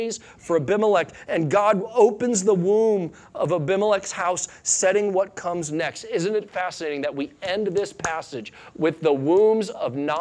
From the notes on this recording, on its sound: Sunday Morning Sermon Audio